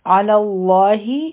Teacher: دلته به لامې جلاله غټ وایو ځکه چې په لام باندې فتحه ده